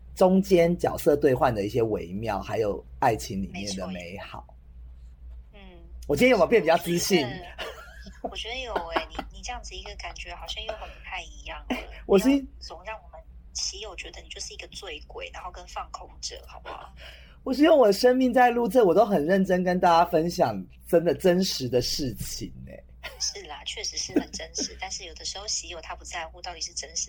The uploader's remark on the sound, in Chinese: LA連線錄音 在家錄音。需要支持才能再進錄音室。音質請見諒。